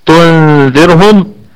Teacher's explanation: الكلمة كلها مرققة حتى الراء